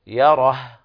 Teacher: فالوقف على الهاء بالسكون . أما إذا وصلنا تولد من إشباع الضم واو صغيرة، فصارت